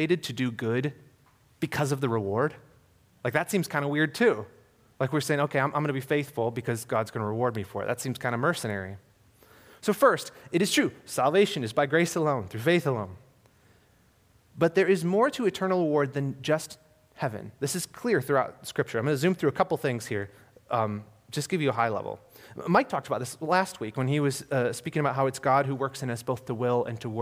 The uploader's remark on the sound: This was a sermon I recently delivered at Harvest Bible Church Detroit. This was a sermon I recently delivered at Harvest Bible Church Detroit.